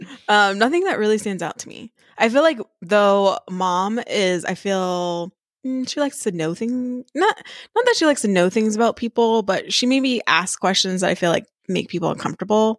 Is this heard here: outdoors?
no